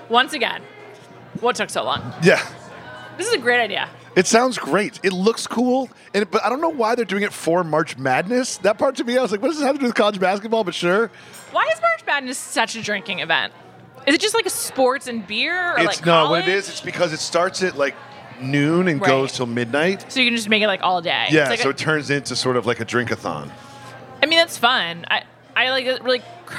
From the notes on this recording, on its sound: travel to Philadelphia to record this week’s episode while eating dinner at Zahav!